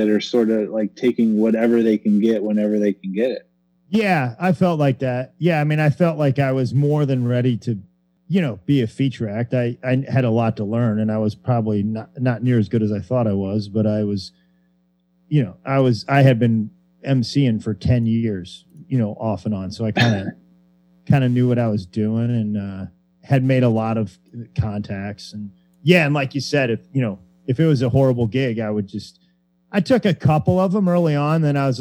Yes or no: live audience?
no